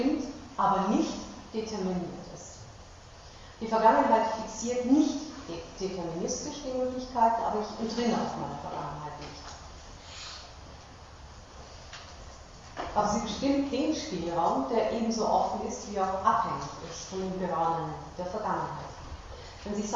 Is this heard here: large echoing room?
yes